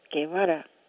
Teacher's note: You kind of roll the R and pretend there's a D next to it